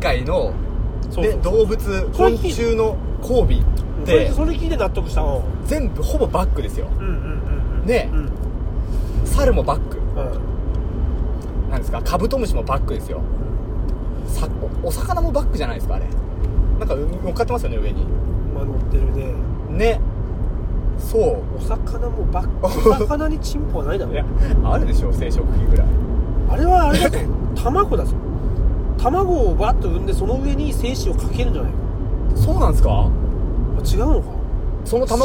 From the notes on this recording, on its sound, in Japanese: 営業中の車の中で